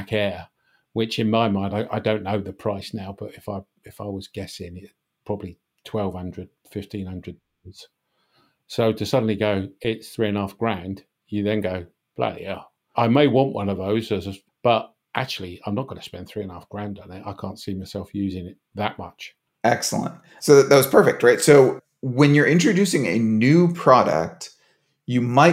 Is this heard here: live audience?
no